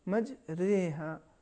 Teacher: اس کو فتحہ و کسرہ کے درمیانی کیفیت میں تلفظ کریں گے، جسے عربی اصطلاح میں امالہ کہا جاتا ہے.